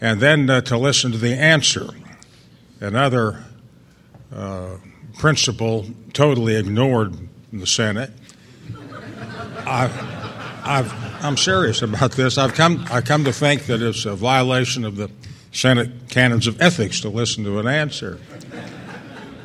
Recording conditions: busy venue